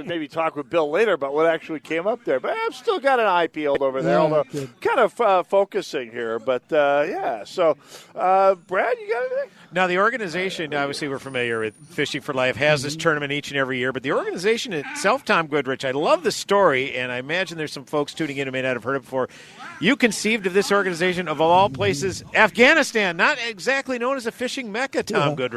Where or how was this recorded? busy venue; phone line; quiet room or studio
busy venue